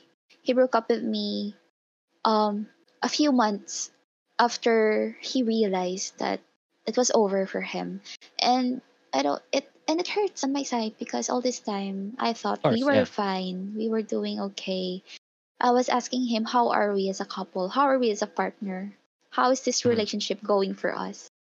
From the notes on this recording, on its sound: Due to fluctuating signals at the time recording of the video did affect the quality of the voices, apologies I could not fix it at post.